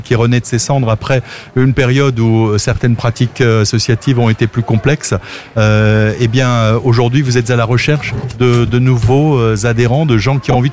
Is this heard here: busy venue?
yes